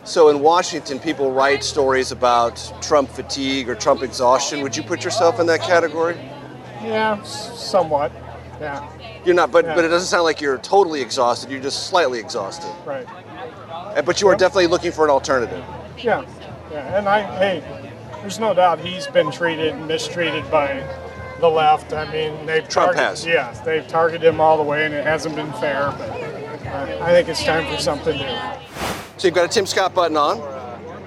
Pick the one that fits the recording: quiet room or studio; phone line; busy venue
busy venue